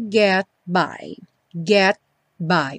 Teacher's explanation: O T aí do get, típico de consoante oclusiva. Não tem som, não fala get.